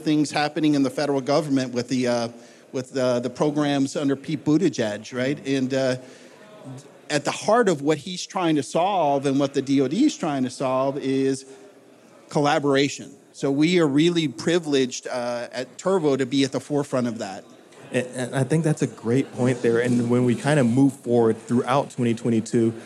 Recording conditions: live audience